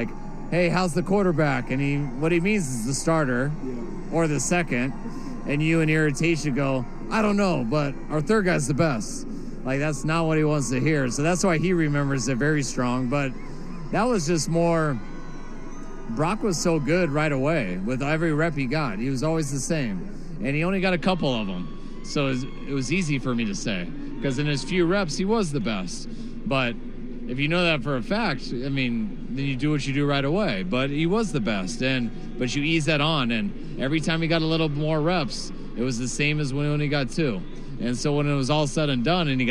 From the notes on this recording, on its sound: Fun with Super Bowl Media Night audio.